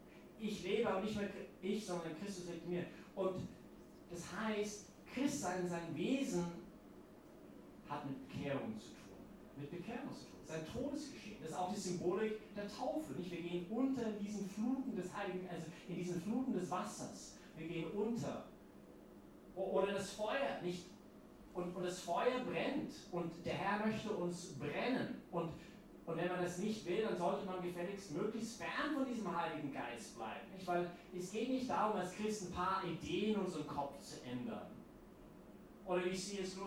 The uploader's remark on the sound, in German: Diese Predigt wurde bei der YP Messe am Pfingstsonntag gehalten.